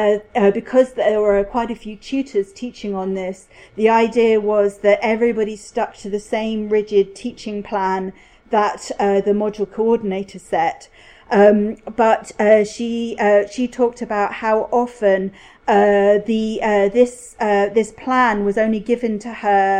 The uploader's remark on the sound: Speak at SRHE Higher Education Policy Network Event - Casualisation and the academy: Considering the implications for academics, students and higher education policy.